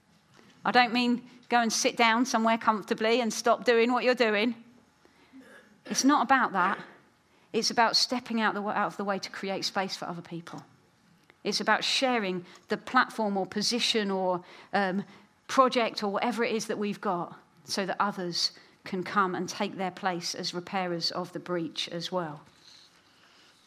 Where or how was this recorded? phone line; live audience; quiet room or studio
live audience